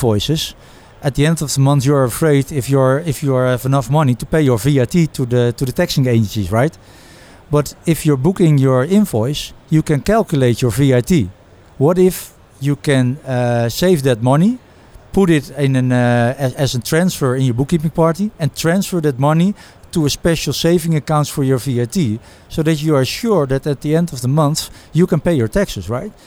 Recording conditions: busy venue